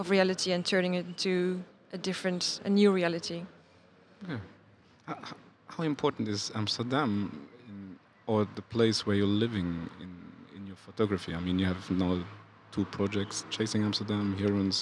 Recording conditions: outdoors